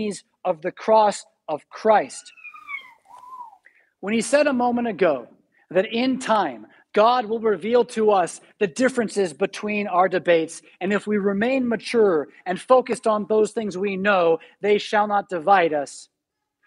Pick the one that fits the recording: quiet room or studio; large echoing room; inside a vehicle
large echoing room